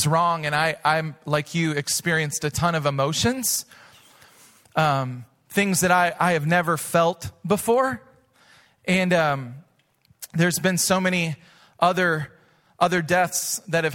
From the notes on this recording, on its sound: Recorded live at Hope Church in Springfield, Mo.